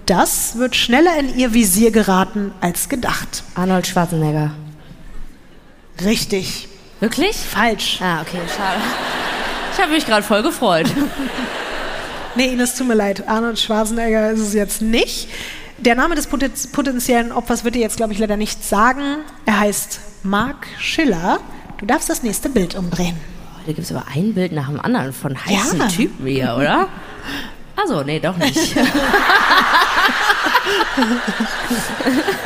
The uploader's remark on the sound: LIVE in Düsseldorf.